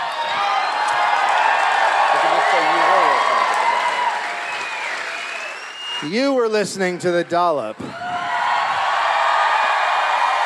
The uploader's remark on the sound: Live in DC